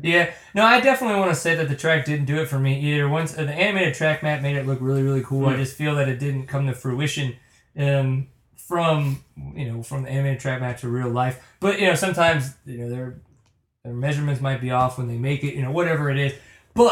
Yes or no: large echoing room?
no